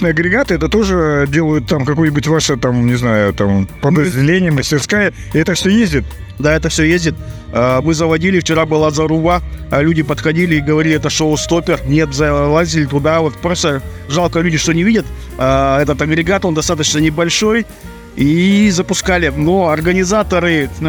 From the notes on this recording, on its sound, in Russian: Записано с 1 по 3 декабря на месте событий - Москва, Краснопресненская наб., 14, ЦВК «Экспоцентр».